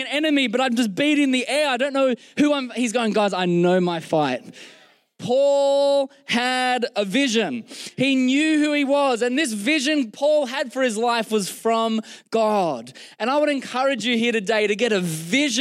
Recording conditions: live audience